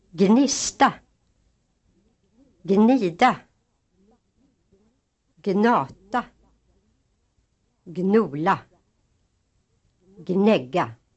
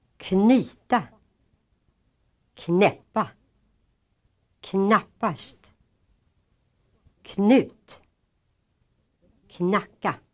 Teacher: If gn stands at the beginning of a word, both sounds are pronounced